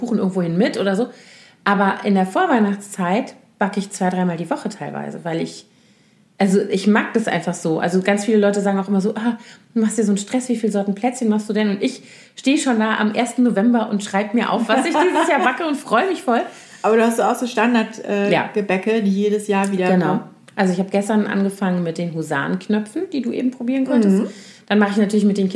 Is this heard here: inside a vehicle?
no